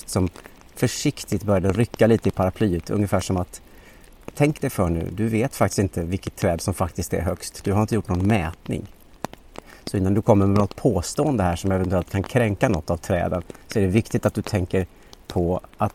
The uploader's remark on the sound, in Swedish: Ljudet av hans steg och regnet. Under promenaden i skogen, där snö möter regn.